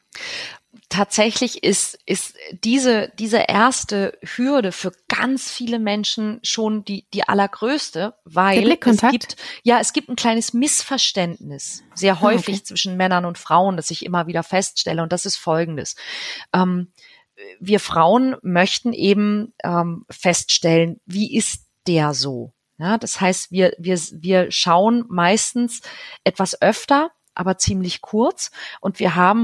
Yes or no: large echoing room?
no